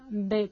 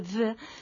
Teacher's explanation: Boire con una pronunciación oclusiva sonora, B, bilabial, B, porque si lo hacemos labiodental con la V, V, sería voir, lo que significaría ver.